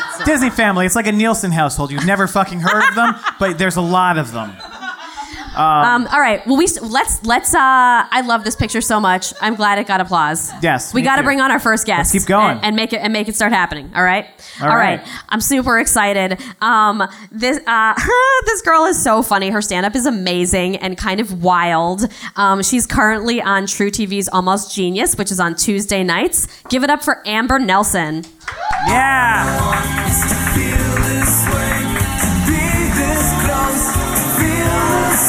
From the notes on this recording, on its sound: Live from Le Poisson Rouge